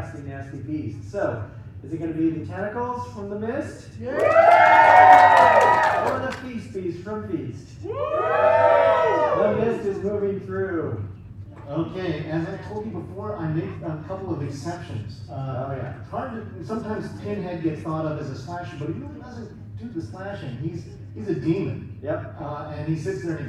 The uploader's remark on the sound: A live audience of about 150 got to hoot and holler for their favorite monsters and selecting a creature feature champion.